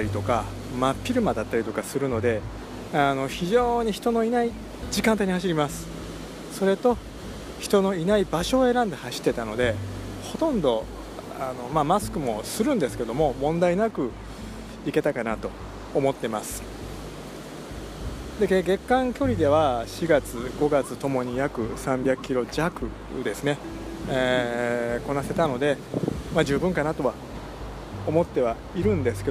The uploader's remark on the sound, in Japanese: 雑音じゃないよ鴨川だよ。電気屋さんのついでに京都にvibram KSOを買いにきました。